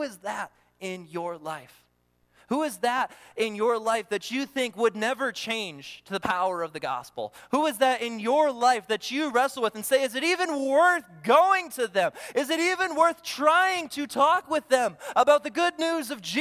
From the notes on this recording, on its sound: during the Morning Worship Service on Sunday, September 24, 2023, at Calvary Baptist Church in Battle Creek, Michigan